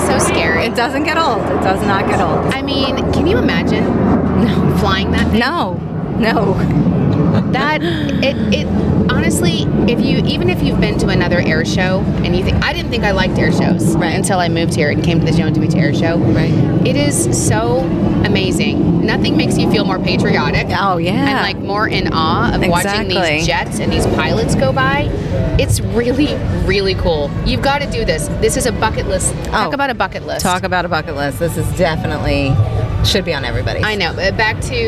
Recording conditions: outdoors